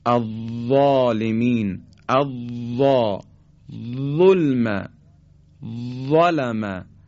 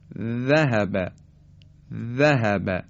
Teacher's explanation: تلفظ حرف وا هم دقیقا مثل فیس نقطه و ذال نوک زبونی هست، اما حرف وا به جهت اینکه سطح زبان ما به طرف کام بالا نزدیک میشه و پرحجم تلفظ میشه از ذال پرحجم تره · Shown in: first take · اما حرف ذال نازکتر ادا میشه